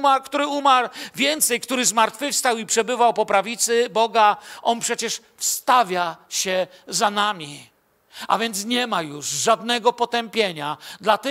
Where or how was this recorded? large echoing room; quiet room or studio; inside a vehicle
large echoing room